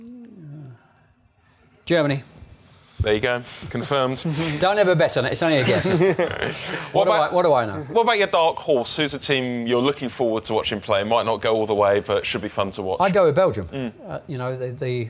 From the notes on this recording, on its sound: We're in front of a live audience. On an actual stage.